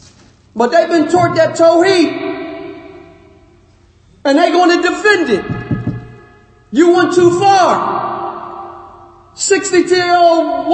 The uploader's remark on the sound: Lecture given at Masjid Nur Allah, Queens, NY